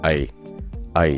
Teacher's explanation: 双元音 I 需要你的嘴巴滑动一下，但是不要滑动得太夸张